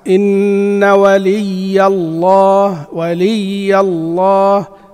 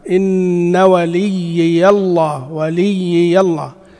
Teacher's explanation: حذف الياء الثانية مع الفتح ومع الكسر · Shown in: first take